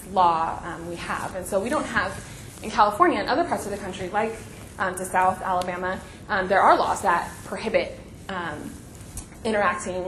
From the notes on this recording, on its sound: This podcast was recorded at the 2014 VJN Conference: Kingdom Justice, Vineyard Values.